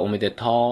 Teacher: あという母音を含んでるので、より口の開きが大きかったということです · Term: 開音